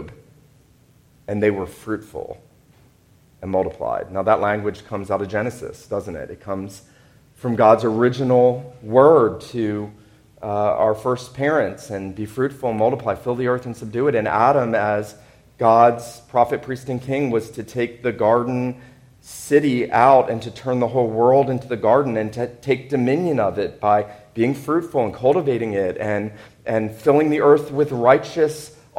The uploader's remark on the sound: This sermon was preached at Wayside PCA on Signal Mountain, TN.